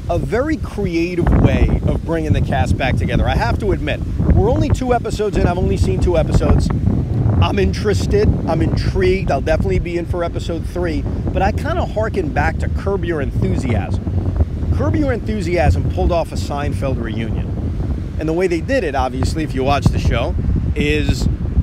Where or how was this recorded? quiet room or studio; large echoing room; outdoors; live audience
outdoors